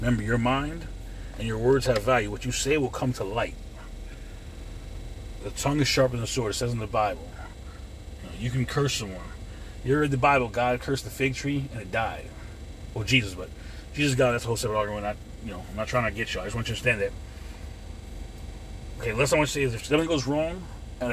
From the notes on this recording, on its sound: In this CarCast